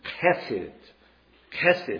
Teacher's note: And the C-H is not a ch sound like church, but it's a k. And it comes from the back of the throat, like some of the German